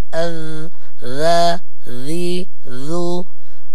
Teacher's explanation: أنت يا أختي الكريمة بارك الله فيك، ركزي على الذالات، يعني الذال وإذ أخذنا، معنى أن الذال يخرج من طرفي اللسان مع أطراف الثنايا العليا، ولكن لمسة خفيفة هكذا، أذ ذا ذي ذو، وإذ أخذنا أخذنا وهكذا.